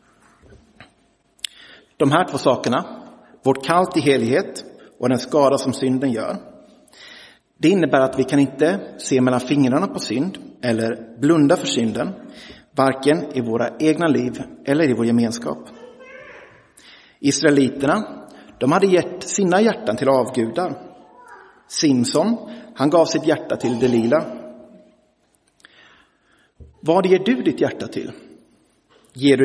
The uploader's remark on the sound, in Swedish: Inspelad i Roseniuskyrkan den 29 januari 2023.